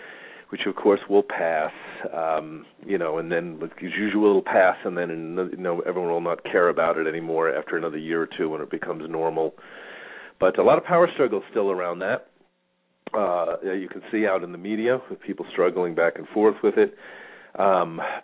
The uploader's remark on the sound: Callers may call in 25 minutes (about halfway thru show) into the live show with questions or comments. Halfway through today’s show I will open the phone lines for listeners calls.